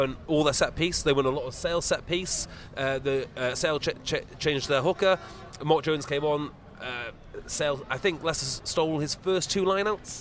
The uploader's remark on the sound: Live from the Costa del Salford. The boys risk heat stroke outside the balmy stadium after the Premiership domestic season comes to an end.